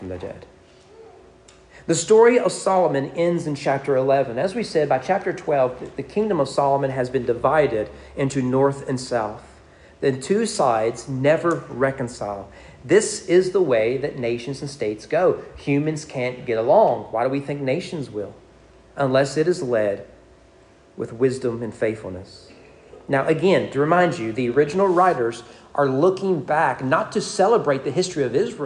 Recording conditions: large echoing room